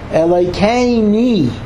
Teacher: They pronounce the U, the Shuruk, as if it's an E. They'll say Elikeini.